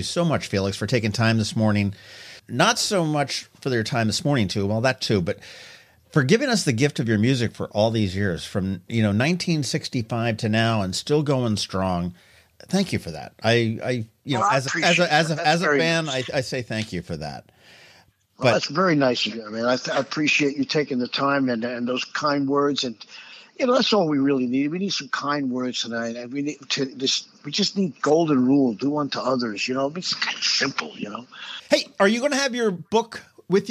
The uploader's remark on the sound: joined me on the phone